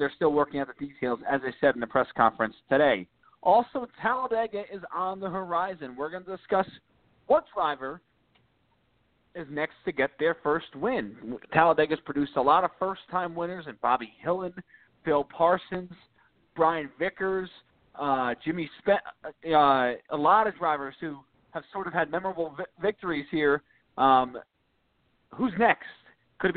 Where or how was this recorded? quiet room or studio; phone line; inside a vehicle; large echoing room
phone line